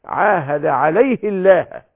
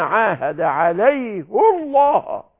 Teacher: بما عاهد، لو كانت يعني عاهد عليه الله، فاللام بتاع لفظ الجلالة تكون مرققة، لكن في مقام التعظيم عايزها مفخمة · Shown in: second take · فتيجي هنا بما عاهد عليه الله، فجاءت مفخمة، وهذا مناسب للتعظيم والإجلال لله عز وجل في هذه البيعة مما يعين على الوفاء.